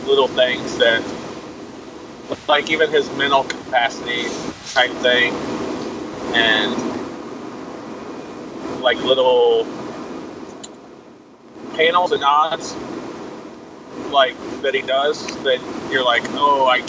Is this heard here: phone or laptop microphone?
yes